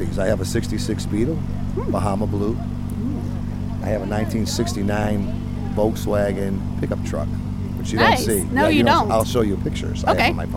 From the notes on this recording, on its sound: Record LIVE from The EP Hot Rod Classic Car Show. When a member of the crowd grabs the mic and jumps in on the show.